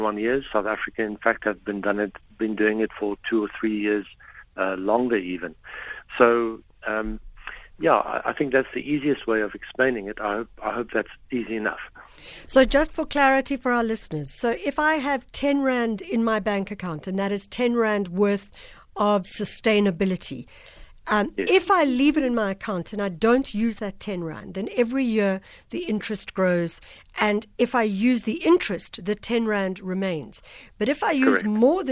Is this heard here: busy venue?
no